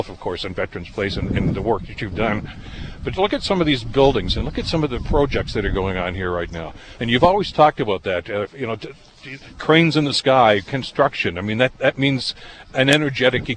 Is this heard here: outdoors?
yes